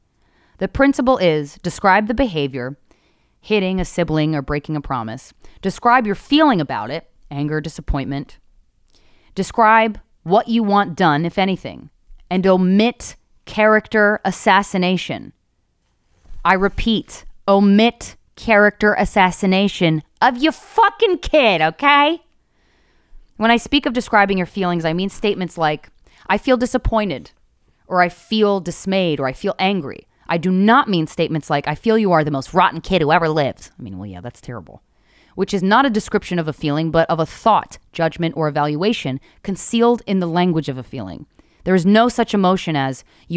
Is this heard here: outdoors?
no